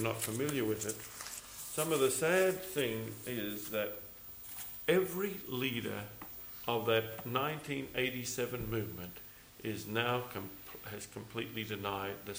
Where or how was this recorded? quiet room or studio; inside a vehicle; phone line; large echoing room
large echoing room